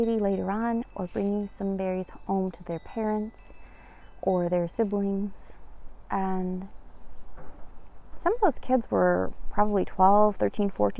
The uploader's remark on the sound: This episode was recorded outside, because it was too beautiful out not to - and this was so much nicer than recording in my cold car during the winter.